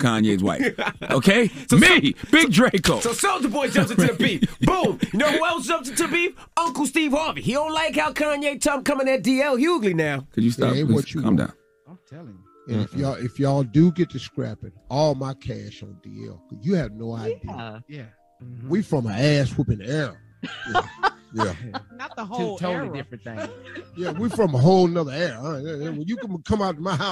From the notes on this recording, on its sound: we opened the phone lines